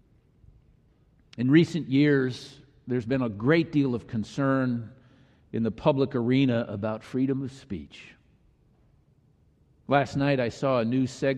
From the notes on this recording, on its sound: was delivered during the Traditonal Worship service